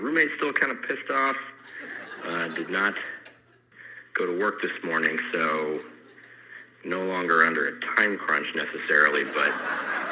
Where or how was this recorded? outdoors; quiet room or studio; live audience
live audience